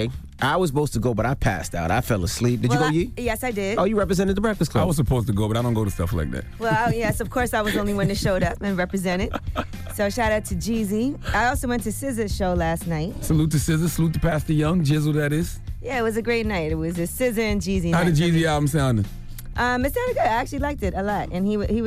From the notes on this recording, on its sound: We opened up the phone lines to see if our listeners were still supporting Keaton or against him now with all these accusations.